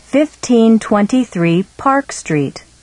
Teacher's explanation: When street is part of the address and comes at the end of a phrase, the word or number before it is stressed.